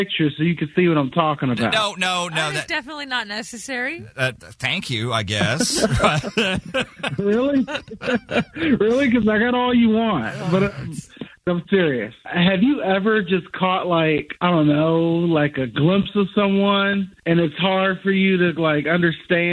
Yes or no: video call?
no